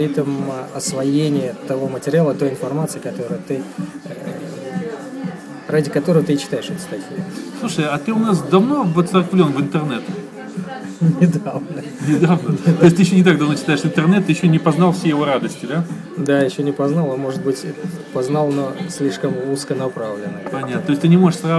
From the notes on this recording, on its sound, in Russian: At Кофе Хауз. Писано (как всегда) без подготовки, не продуманно и не запланировано, увы, в шумном помещении, на iPad, средствами SoundCloud.